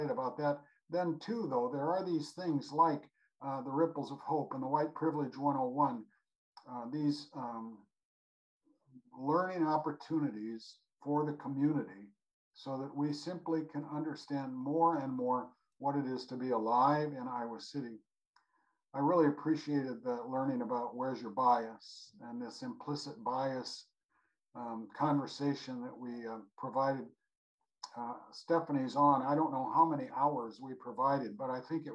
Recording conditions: video call